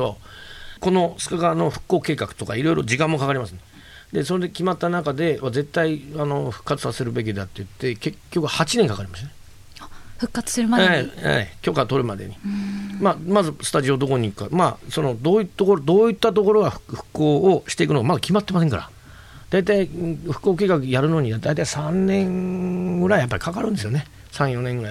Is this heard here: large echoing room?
no